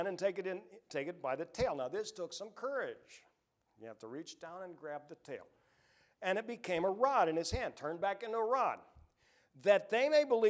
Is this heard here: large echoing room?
yes